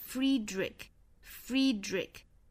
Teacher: 最后的这个 CH 字母组合在这里应该是发成一个 K 的发音